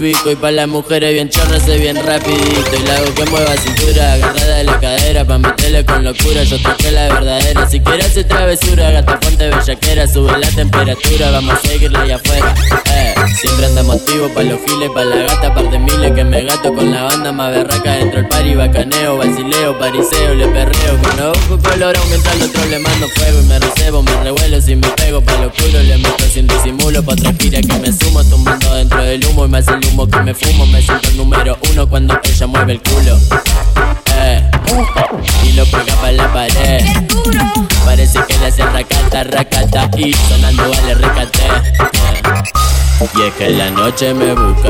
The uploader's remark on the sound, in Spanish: Set Mi Tercer Lugar Barranco